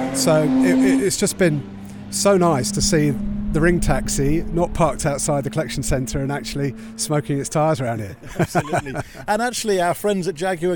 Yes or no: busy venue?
yes